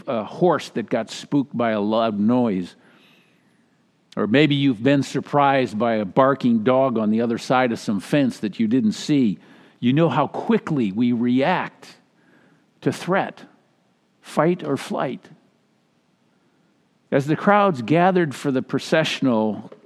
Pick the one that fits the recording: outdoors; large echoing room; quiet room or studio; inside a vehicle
large echoing room